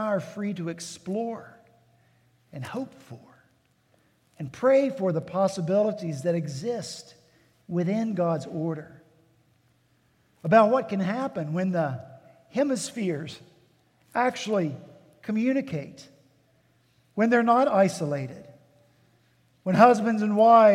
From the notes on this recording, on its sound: At Redeemer Presbyterian Church in Charleston, SC